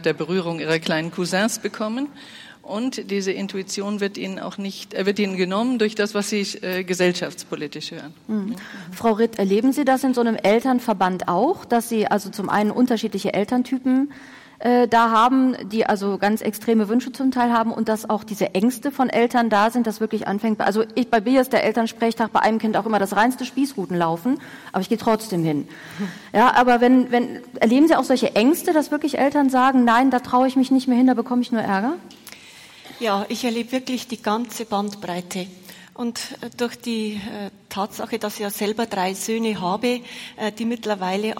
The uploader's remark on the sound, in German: Podiumsdiskussion beim Kongress Freude am Glauben 2014.